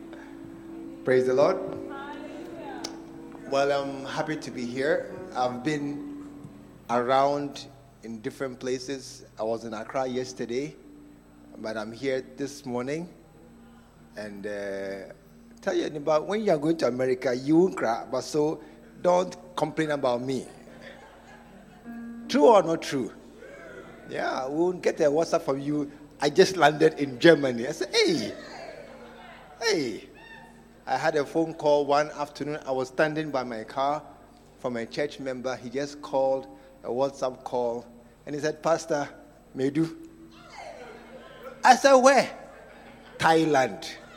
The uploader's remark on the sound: Preached at the True Vine Cathedral. Bantama.